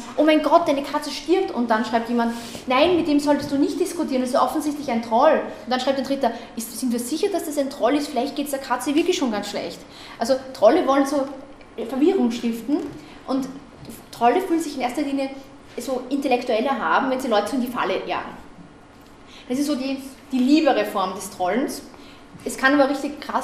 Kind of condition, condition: setting, live audience